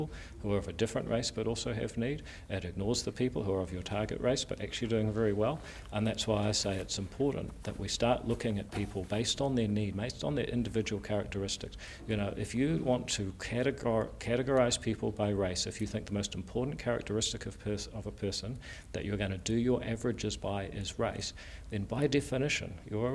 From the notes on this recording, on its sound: In a fiery interview recorded at Waitangi.